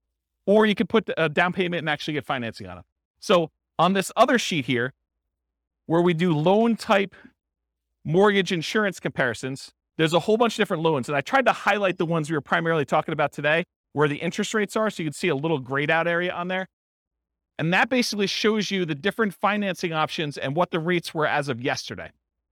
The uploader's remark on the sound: This was a live class recorded